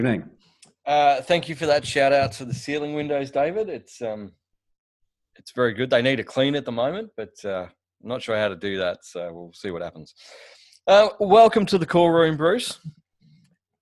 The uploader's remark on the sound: Urbanaut Brewery joins us in the online zoom room.